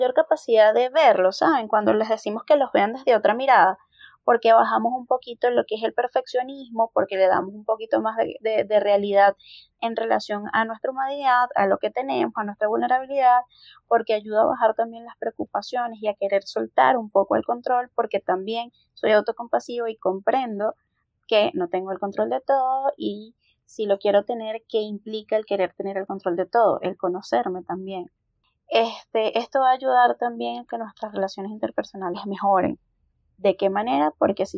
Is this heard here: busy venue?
no